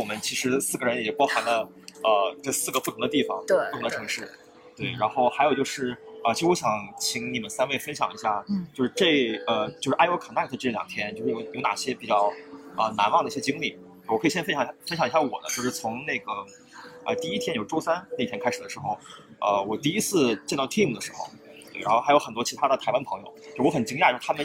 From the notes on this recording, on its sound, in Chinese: Google I/O Connect 现场特别篇。于上海参加 Google I/O Connect 大会及 Community Mixer 活动时录制的特别节目。于 Google 在上海浦东预订的酒店大堂临时录制了本期特别节目。